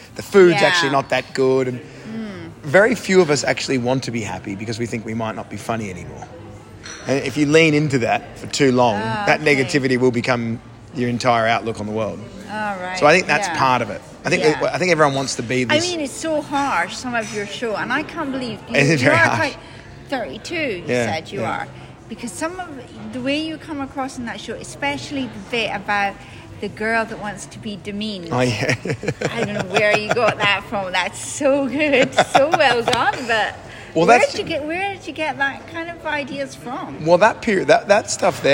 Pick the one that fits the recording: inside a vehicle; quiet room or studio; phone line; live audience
live audience